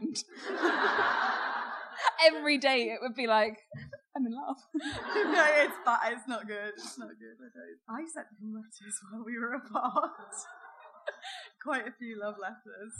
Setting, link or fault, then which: setting, live audience